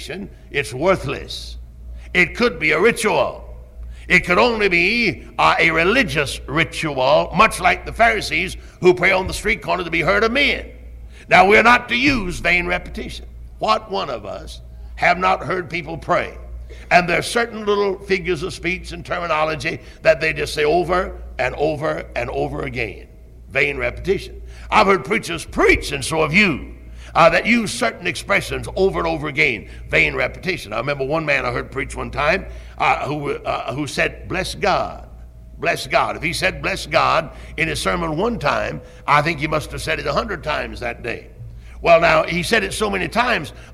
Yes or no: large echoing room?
yes